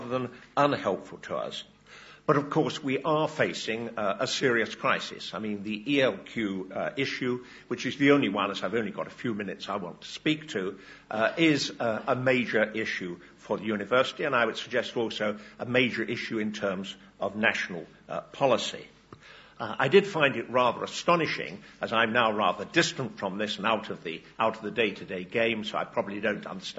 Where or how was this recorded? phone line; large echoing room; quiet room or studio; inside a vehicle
large echoing room